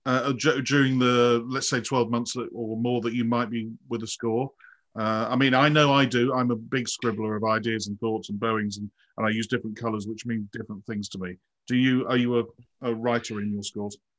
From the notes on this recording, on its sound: This interview was recorded on 15th March 2021 via Zoom.